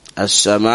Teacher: أي تفوه أي تنطق بهمزة متهوعا، مثل الذي يريد أن يطرش، فيفر سامعها من الغثيان.